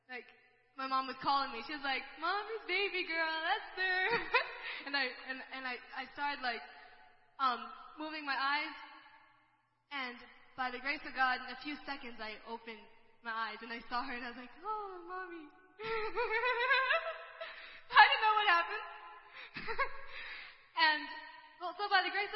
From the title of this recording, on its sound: ELBIM Church Sunday LIVE Stream Audio